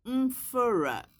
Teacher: The voiced bilabial nasal before f, as in mfura.